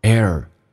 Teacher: pair 的 air 这个发音，下巴往下 a，再轻轻的卷舌 air